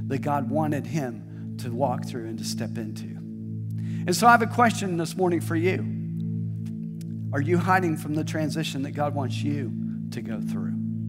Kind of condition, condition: setting, large echoing room